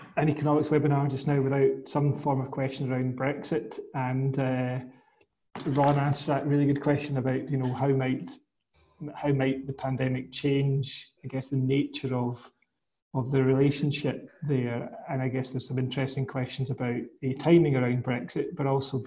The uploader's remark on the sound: FAI webinar